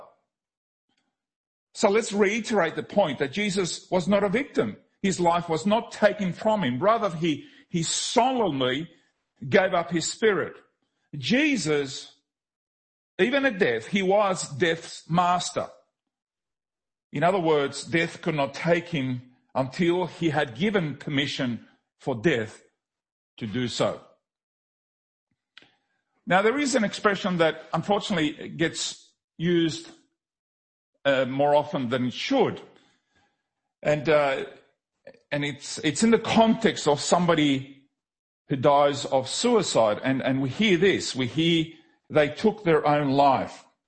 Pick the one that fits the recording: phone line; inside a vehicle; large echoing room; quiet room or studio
large echoing room